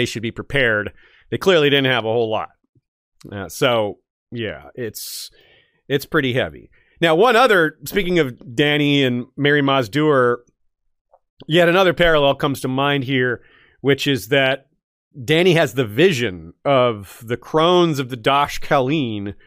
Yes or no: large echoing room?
no